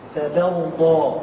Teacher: بيان تفخيم الضاد حتى لا تقلب دال فتغير المعنى